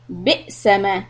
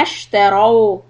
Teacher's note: So Hamza has a sukun. Give the little hiccup.